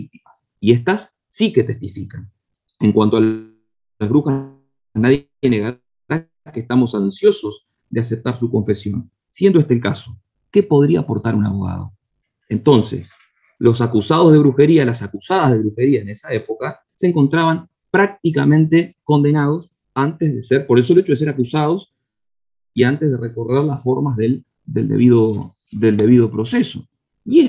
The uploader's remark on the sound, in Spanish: Mesa Redonda Virtual.